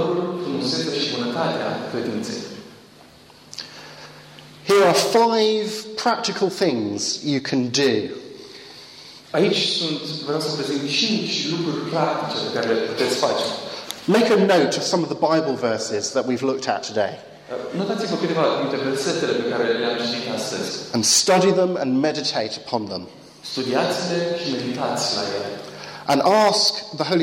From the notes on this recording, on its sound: Talk plus Q&A at Romanian Church youth meeting, with translation.